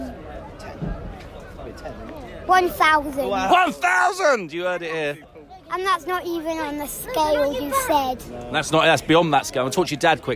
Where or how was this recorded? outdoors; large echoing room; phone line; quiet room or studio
outdoors